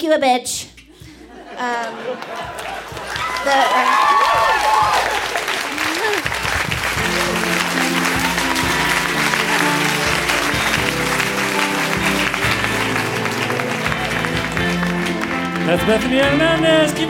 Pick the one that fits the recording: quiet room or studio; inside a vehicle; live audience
live audience